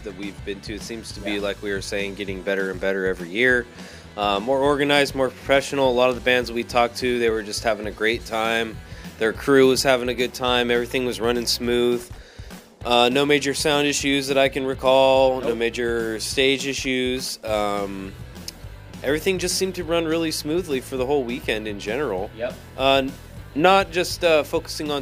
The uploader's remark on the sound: Aftershock Festival Day 3 coverage of Sunday October 13th, 2019.